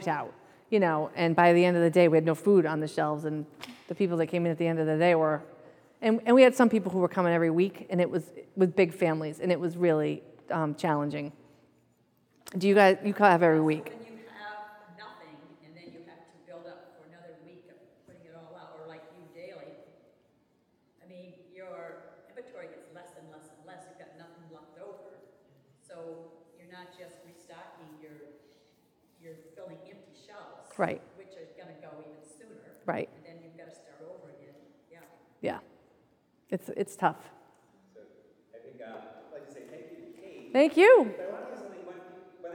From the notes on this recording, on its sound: The first lecture in our 2023 Summer Lecture Series